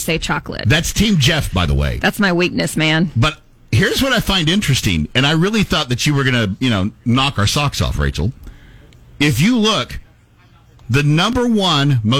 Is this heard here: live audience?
no